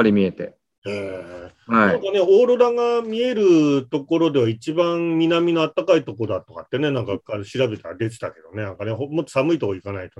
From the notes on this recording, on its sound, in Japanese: ZOOMで開催しますので、視聴者の皆さんと一緒にやりとりしながら双方向で番組を進めてまいります！